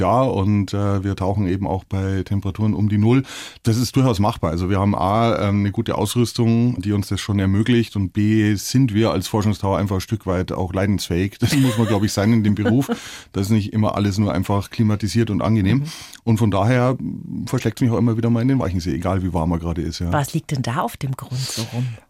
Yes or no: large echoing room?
no